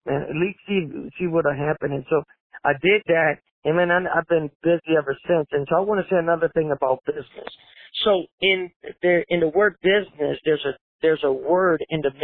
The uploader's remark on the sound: In this phone interview for "A Better Way". Despite the delay and sound quality from a less-than-ideal cell phone connection, this interview was so good we had to go ahead and share it!